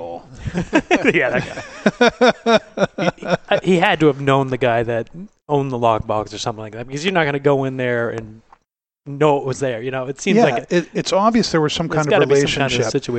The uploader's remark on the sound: Broadcast live on location from Studio 21 Podcast Cafe high above Two Guys Smoke Shop in Salem, New Hampshire on the United Podcast Network.